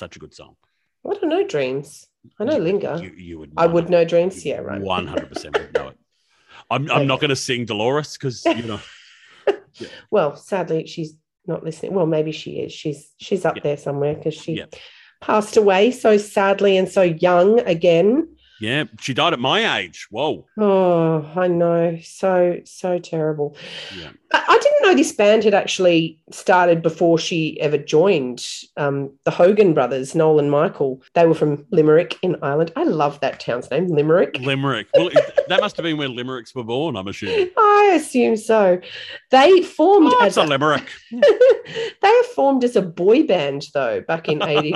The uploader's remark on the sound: the sound is not as good, due to COVID we had to record on Zoom this time!